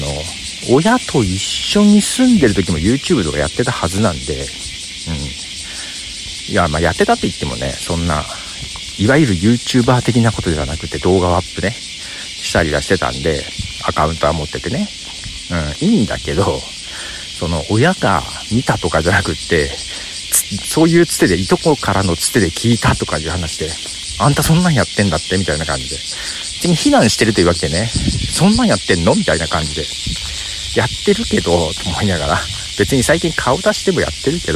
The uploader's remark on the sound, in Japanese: まだ風がそれほど強くない台風前。蝉も鳴いている外歩きでの収録ですが、収録開始早々にハプニング。しっかり音も拾っているようで…。